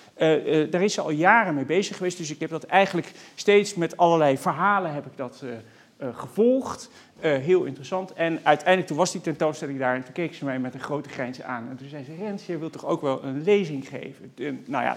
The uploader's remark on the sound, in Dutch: Bij tentoonstelling Body Language. Deze lezing is opgenomen in Museum Catharijneconvent op 20 oktober 2020.